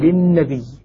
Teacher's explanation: قالون لا يهمزها يقول للنبي · Term: بدون همز